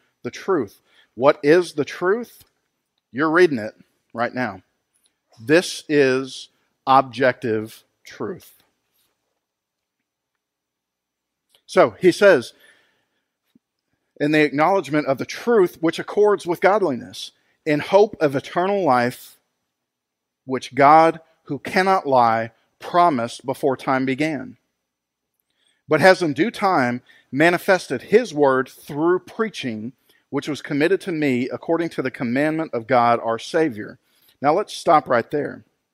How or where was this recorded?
large echoing room